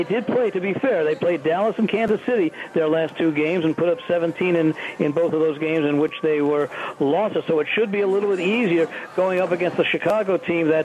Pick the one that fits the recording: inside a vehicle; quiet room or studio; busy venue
busy venue